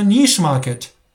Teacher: 这帮澳洲人都说 niche，他们后面不是发 C H 的音啊，他们发 S H 的音。